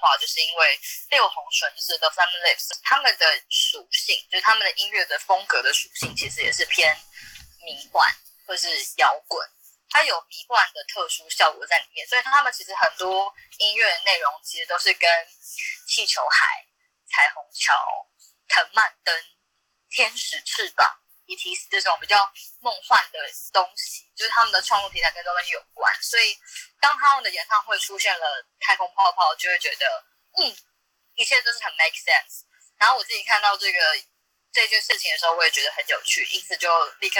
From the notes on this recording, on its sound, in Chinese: Clubhouse的電話錄音就是悲劇一場。